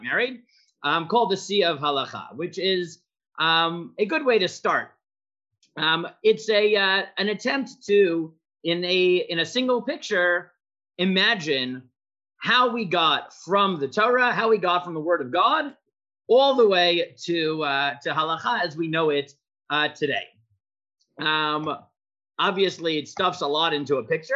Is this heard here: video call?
yes